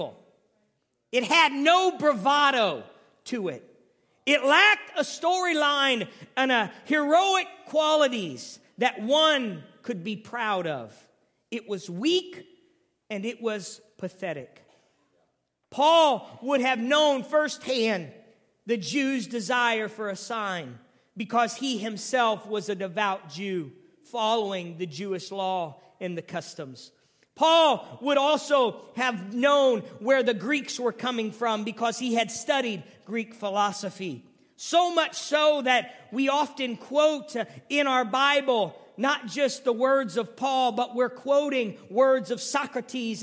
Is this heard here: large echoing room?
yes